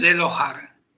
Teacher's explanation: es como en inglés, digamos, una Z, una S sonora